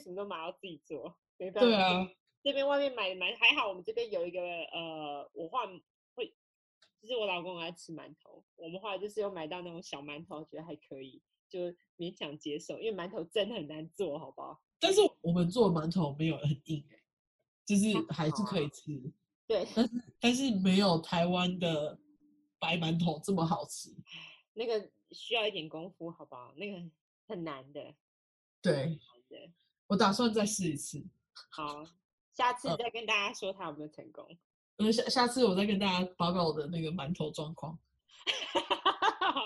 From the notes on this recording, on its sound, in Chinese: 初期音質不佳，敬請見諒